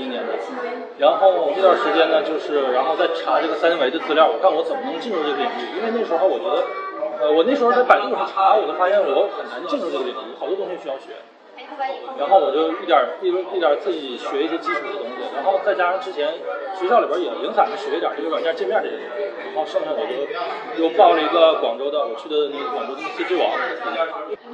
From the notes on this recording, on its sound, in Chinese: 因为也是在星巴克录制的，回过头我听了几次，总觉得环境也是有些许的吵杂。环境略有吵杂。